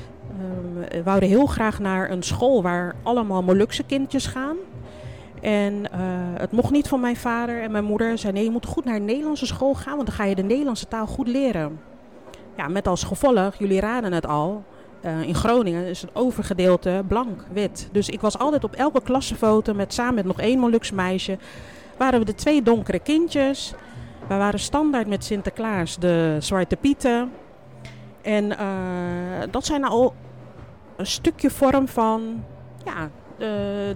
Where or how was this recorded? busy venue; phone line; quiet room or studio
busy venue